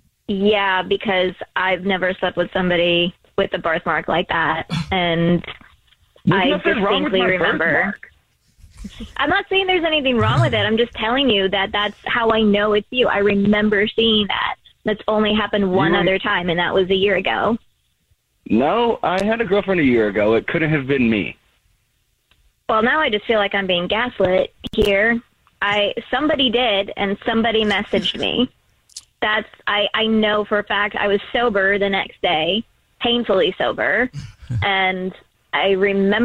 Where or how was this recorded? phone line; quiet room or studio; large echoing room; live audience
phone line